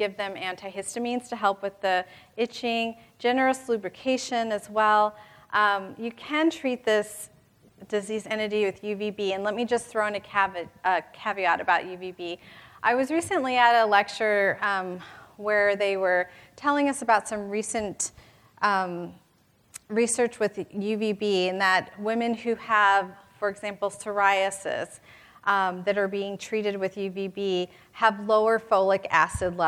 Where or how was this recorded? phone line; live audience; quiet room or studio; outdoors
live audience